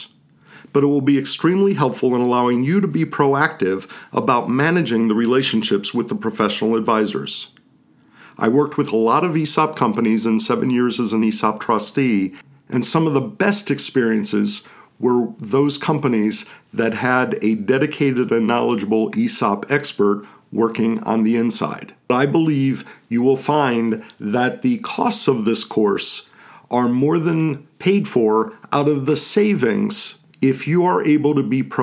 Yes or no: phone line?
no